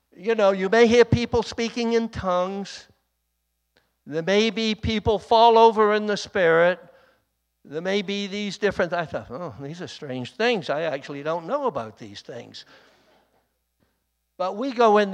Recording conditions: large echoing room